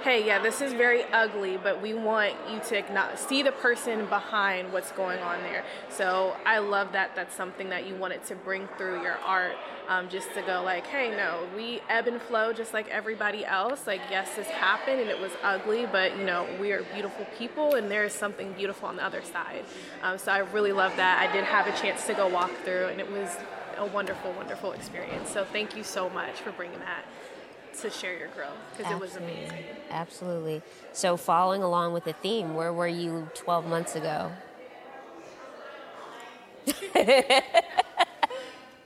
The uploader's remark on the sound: LIVE PODCAST episode at a silent disco art exhibit